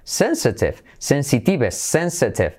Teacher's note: Fíjate que está plagado de is y no se escucha ninguna.